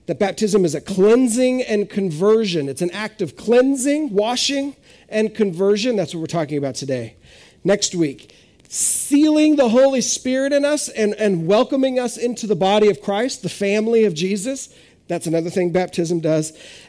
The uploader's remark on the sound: This is audio ripped from the Live Service video.